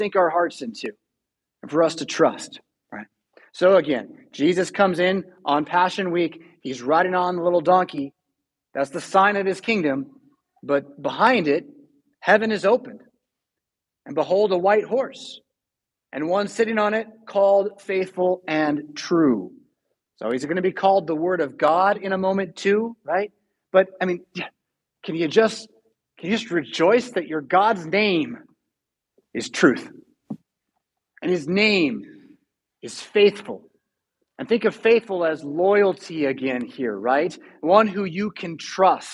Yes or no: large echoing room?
yes